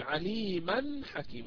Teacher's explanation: يعني ما قلت عليما وقفت بل قلت عليما حكيما يعني كملت، طالما أني لم أقف على التنوين هذا بل وصلته بما بعده إذا أنطقه نونا ساكنة